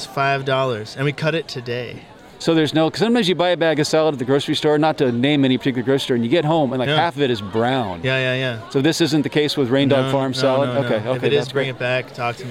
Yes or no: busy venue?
yes